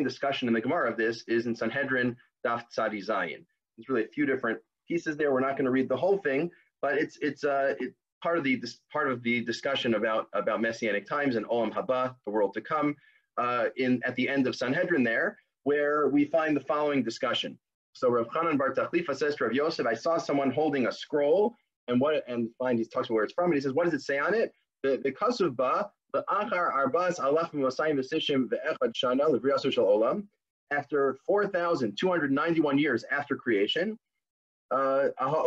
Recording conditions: video call